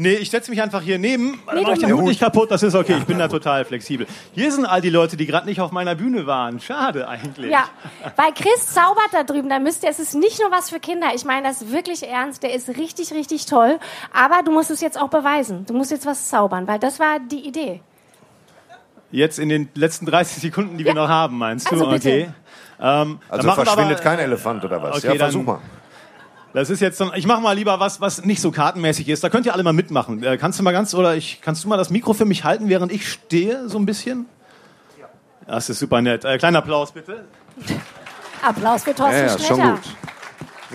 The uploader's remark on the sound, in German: Live vom ZFR. Beim diesjährigen Zeltfestival Ruhr am Kemnader See.